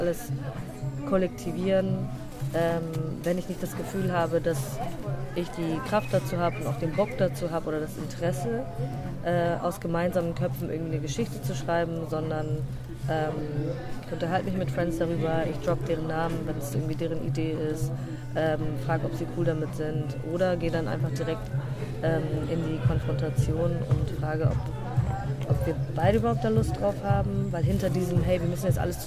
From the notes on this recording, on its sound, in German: Mit Iced Coffee (Hafermilch) sitzen wir auf dem Schulhof des Prosanova-Festivalgeländes in der Sonne.